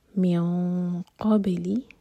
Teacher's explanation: قاف کے لیے اخفا، ہیوی اخفا ہوگا